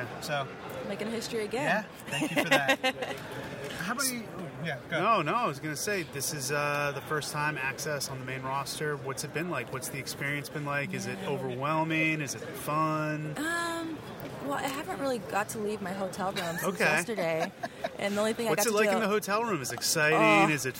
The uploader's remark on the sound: Live from WrestleMania Radio Row. LIVE from Radio Row at WrestleMania 32!